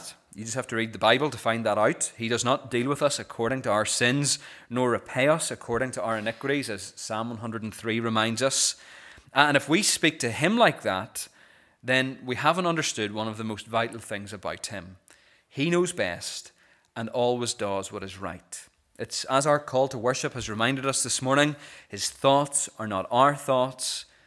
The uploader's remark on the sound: This is the recording of the Bible reading and sermon from our morning service on Sunday 21st January 2024.